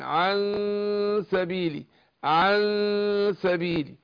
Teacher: بخفف النون بديها غنة حركتين مع الاخفاء وبعدين ادخل على السين